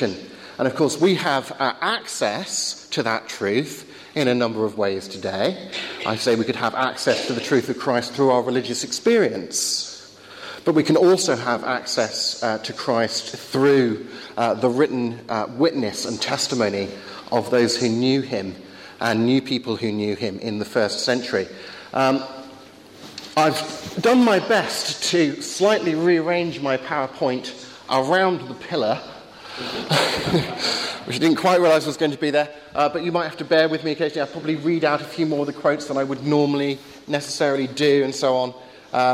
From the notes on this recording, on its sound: Talk with Q&A at Highfields Church Cardiff, 2012.